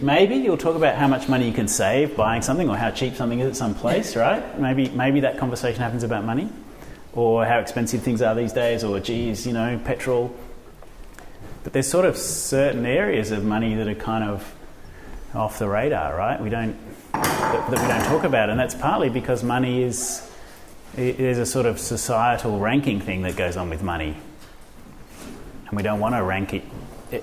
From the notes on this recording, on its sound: this episode shares audio from a panel discussion that was part of the original exhibition and social experiment